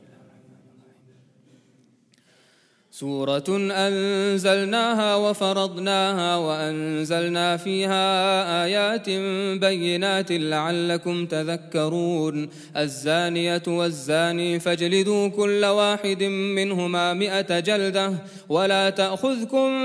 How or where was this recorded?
large echoing room